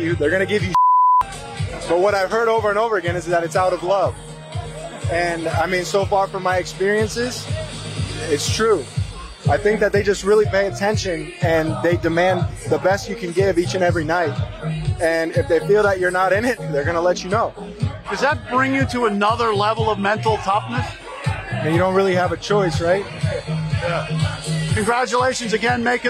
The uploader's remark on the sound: Live inside the Phillies locker room during their celebration.